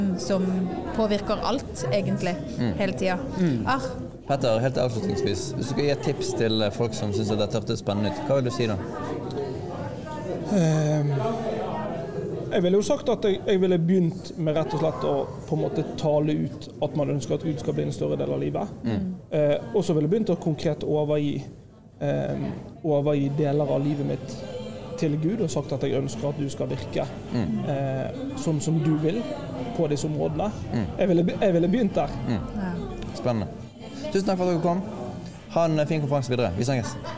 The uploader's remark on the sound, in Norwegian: Lederprat live fra HLT-standen på Led 24. Vi har en slags live-pod midt i folkehavet på Pinsebevegelsens lederkonferanse der vi slår av flere små prater med forskjellige ledere.